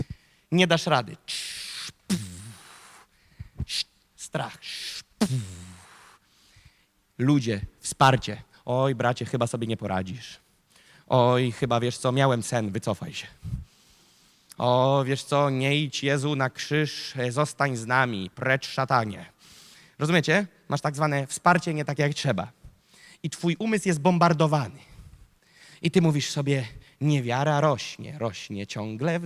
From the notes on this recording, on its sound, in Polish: Zostało nagrane podczas nabożeństwa NOF Church 12. Wyostrz swój duchowy wzrok!” to fragment nauczania, które zostało nagrane podczas nabożeństwa NOF Church.